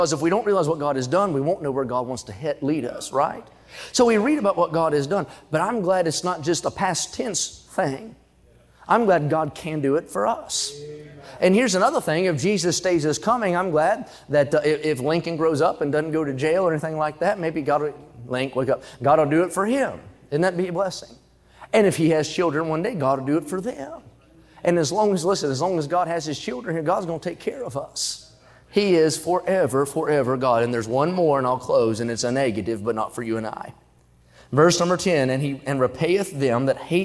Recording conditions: large echoing room